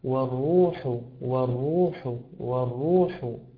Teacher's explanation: حرف الحاء فيه صوت يسمى بصوت أو بصفة تسمى بصفة البحة. هذه البحة التي في حرف الحاء يكون صوتها بهذه الطريقة والروح، والروح، والروح.